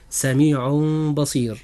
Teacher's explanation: أما بالنسبة للتنوين، والتنوين لا يأتي إلا من كلمتين، فنقول سميع بصير ولا نقول سميع بصير، إنما الصحيح هو سميع بصير، حيث جاء التنوين في آخر كلمة سميع، وجاء حرف الباء بعد التنوين، فهنا يجب الإقلاب، فتنطق هكذا سميع بصير.